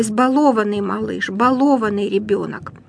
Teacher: Ну и в прилагательных этого корня избалованный, ударение на о